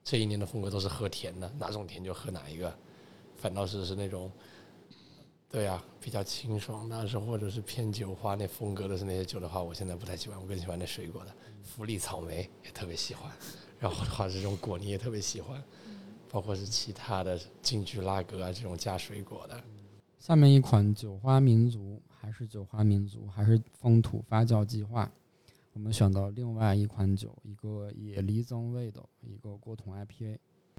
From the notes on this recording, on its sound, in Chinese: 在3月份麦子店“野菌与世涛”的品酒局里，我们在现场做了一个声音纪录，节目里穿插了部分现场录音